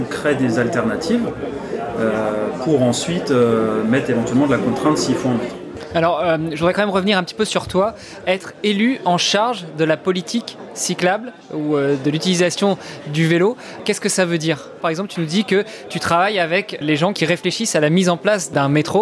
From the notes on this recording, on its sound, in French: Cette interview s'est déroulée dans une ambiance de brasserie comme vous pouvez l'entendre en toile de fond. Elle a été enregistrée réalisée lors des Rencontres de Vélo & Territoires 2022.